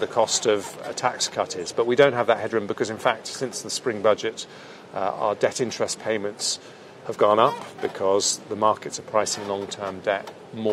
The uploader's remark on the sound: on the sidelines of the Conservatives Party Conference in Manchester